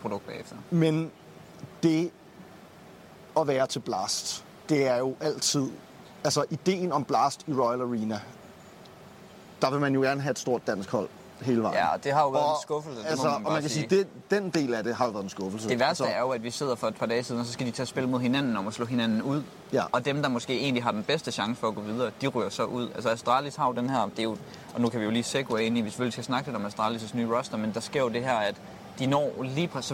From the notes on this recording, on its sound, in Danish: LIVE FRA ROYAL ARENA.